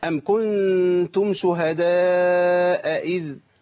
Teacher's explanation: عمنا حفص بينطق الهمزتين، ما ملوش لا تسهيل ولا ليه ابدال، ليه ايه؟ للتحقيق، تحقيق الهمزتين.